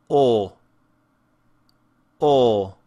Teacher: we know that this is a pure vowel because it doesn't shift in our mouth at all. It doesn't change. The shape is constant in our mouth.